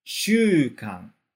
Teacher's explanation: A gente vai começar alto e vai baixando.